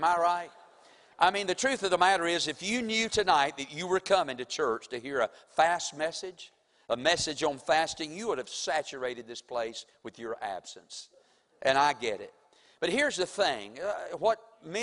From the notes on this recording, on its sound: Sunday evening service preaching from the pulpit of Woodland Baptist Church – Winston Salem, NC